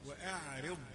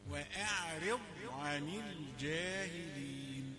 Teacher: الهمزة والعين رقيقتان، وأعرض والراء رقيقة لأنها مكسورة، وأعرض المفخم الوحيد الضاد هنا في هذه الكلمة